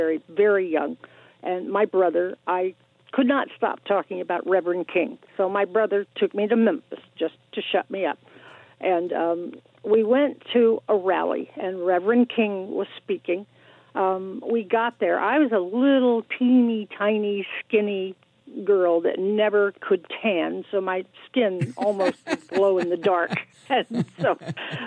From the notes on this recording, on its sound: In the final hour we take your calls in open phones across America.